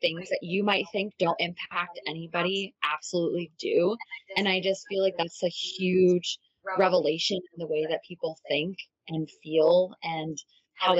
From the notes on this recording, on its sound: We made a terrible error in the recording of this episode, and the audio is less than stellar. You'll notice there are sections we have re-recorded for the sake of your ears, but we didn't re-record the whole thing.